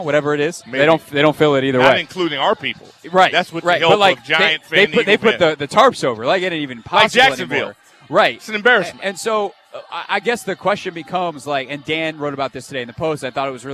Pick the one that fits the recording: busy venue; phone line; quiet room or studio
busy venue